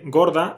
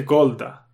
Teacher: It's just before D or T, when there is an R, they make this L sound. · Shown in: second take